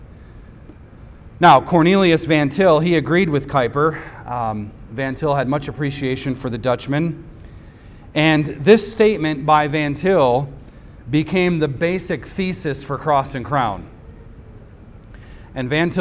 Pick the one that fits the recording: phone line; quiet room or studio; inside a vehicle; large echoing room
large echoing room